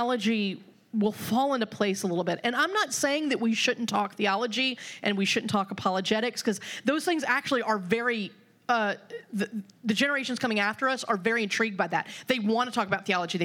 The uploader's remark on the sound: The following audio comes from the National Disciple Making Forum by Discipleship·org. Lionshare hosted a track called “Making Disciples in the Generations and Vocations.”